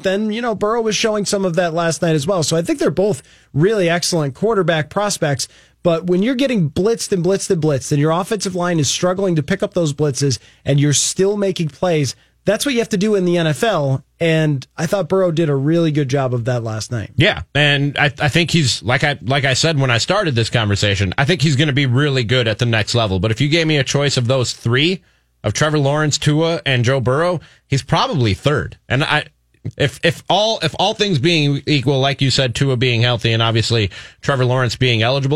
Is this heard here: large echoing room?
no